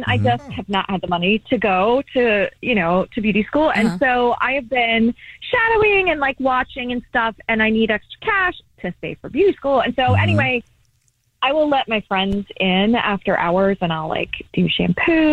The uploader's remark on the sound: We have a parent on the phone